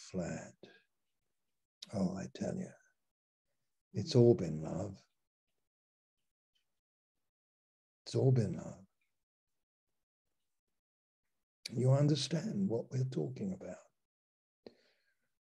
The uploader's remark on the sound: Malaysia Meets (Zoom)